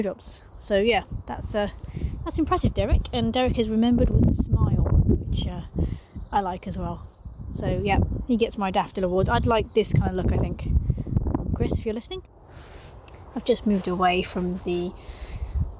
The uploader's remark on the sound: As I wandered around our local one I recorded my thoughts out loud to share with you. Down to the local church graveyard with me, where I recorded a few of my musings (with added wind noise, which I've found a way to correct for next time!).